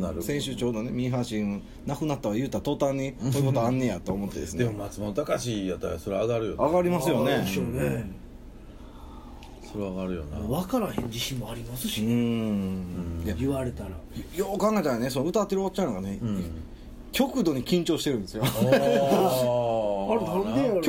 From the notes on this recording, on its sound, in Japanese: 神戸、SPACE DOG!RECORD(お店)より。